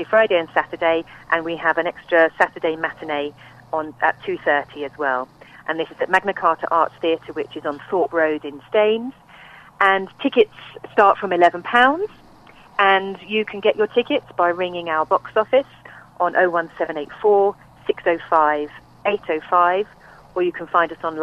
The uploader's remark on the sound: Joined on the phone.